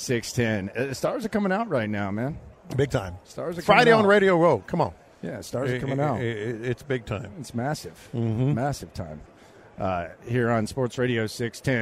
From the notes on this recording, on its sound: The sounds from the Red Carpet last night